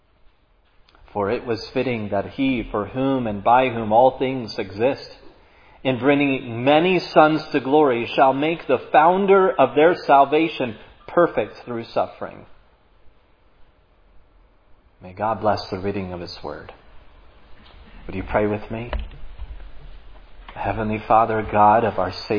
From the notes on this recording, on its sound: was preached at Providence Church on Sunday, April 10, 2022